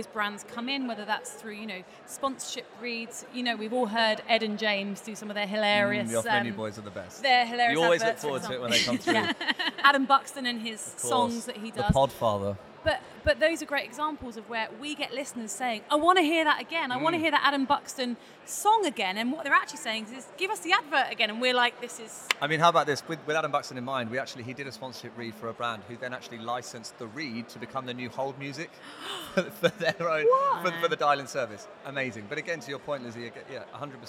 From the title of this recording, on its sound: Live in London